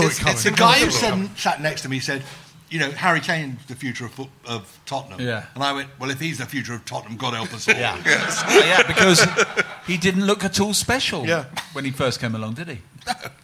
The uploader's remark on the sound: Recorded live, defying the Beast from the East this is another #SpursShowLIVE, where a select few Spurs Show Season Ticket holders drink beer and shout at the podcasters for just a fiver!